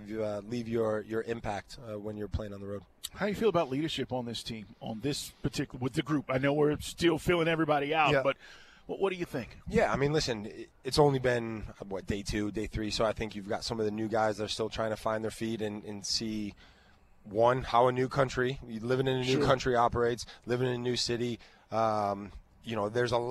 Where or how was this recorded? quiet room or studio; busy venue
busy venue